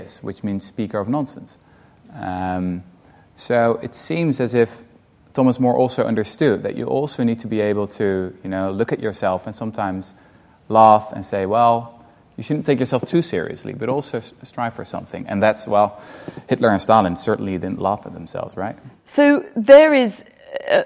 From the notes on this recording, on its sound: In front of a live studio audience at the RSA in London.